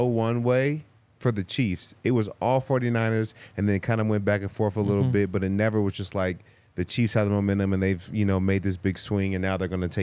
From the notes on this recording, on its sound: LIVE from the DNVR Bar